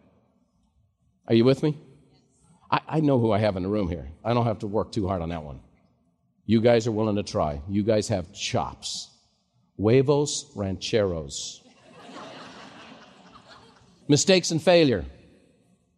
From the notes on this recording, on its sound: live recording from MasterMind